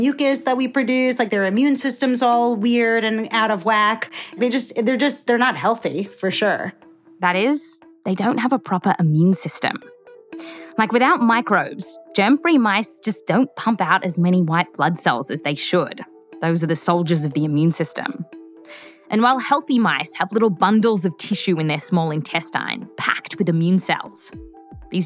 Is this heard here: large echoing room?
no